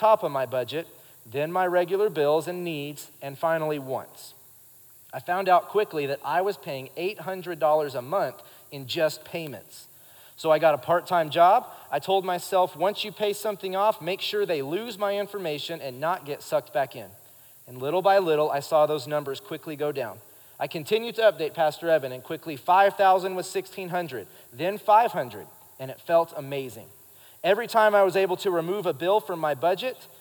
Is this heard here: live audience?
yes